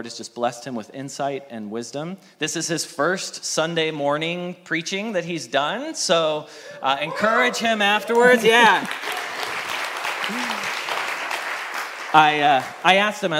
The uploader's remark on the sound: Message Preached at Valley Creek Church